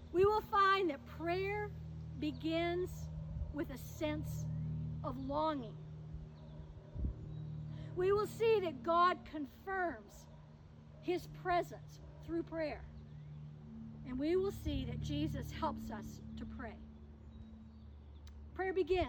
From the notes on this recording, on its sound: In these Covid-careful days, this service was held outside. We hope you are able to appreciate the sun and the birds and dogs, as well as the passing trucks and cars. Coming to you from Old South Presbyterian Church in Newburyport, MA.